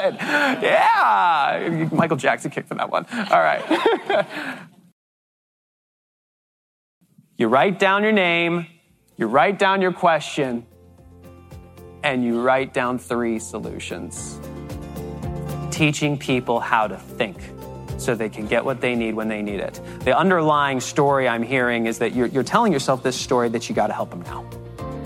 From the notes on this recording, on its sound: This episode is the first half of a keynote we delivered on time blocking secrets.